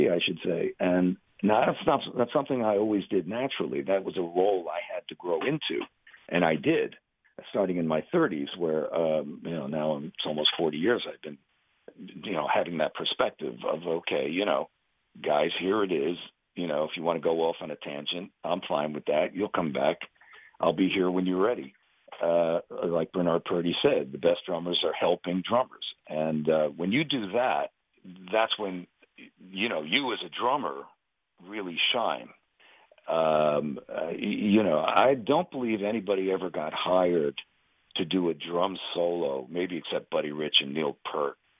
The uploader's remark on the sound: chat by phone